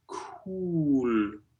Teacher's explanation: it stays rounded in cool, which can sound really, really refreshing if you use that aspirated k and a great oo vowel, of course, that is very almost onomatopoeic, the way we feel refreshed in the oo.